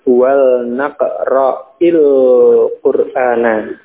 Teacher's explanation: supaya tidak bertemu dua huruf yang sukun, maka sukun yang pertama di kasrah